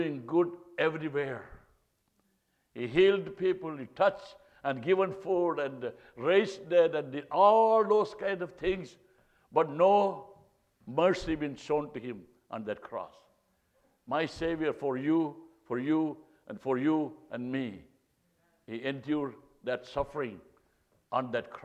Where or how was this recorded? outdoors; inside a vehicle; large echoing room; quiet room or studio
large echoing room